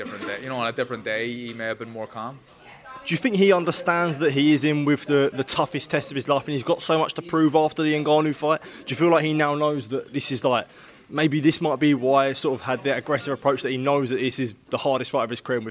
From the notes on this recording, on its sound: at the Queensberry Promotions X TNT Sport show on Friday evening at York Hall